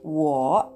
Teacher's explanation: 発音記号は WO、第3声ですので、低く沈む音として発音します。